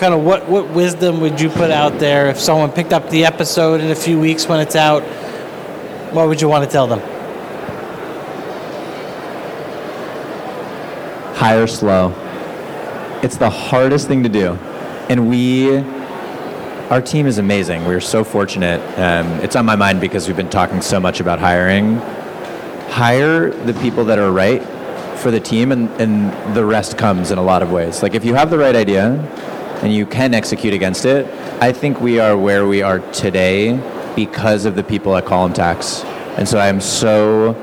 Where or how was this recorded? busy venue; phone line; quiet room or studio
busy venue